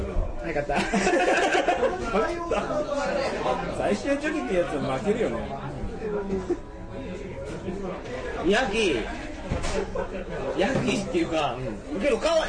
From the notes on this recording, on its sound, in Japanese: 新橋の居酒屋で録りました。新橋の居酒屋はとてもやかましい。